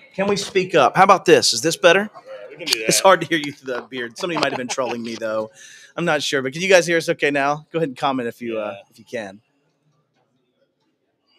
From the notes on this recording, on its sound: Live from the Right of Boom Security Conference in Tampa 02/09/2022. Some surprise guests pop in and say hello!